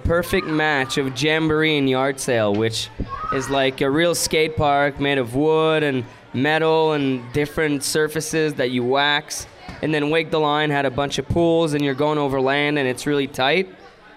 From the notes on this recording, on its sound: Episode 69 was recorded live from Boulder Boats in Henderson, NV one night prior to the Malibu Boats Rider Experience and Central WWA Wakeboard Regionals. In front of the live audience during Boulder Boats Pre-Party and WWA registration.